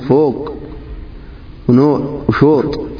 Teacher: وهي إمالة الفتحة نحو الضمة والألف نحو الواو وهذه الإمالة تلحظ في اللهجة المصرية العامة